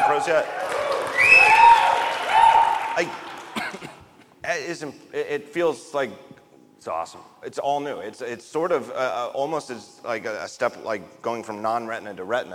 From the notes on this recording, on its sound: Live From WWDC 2017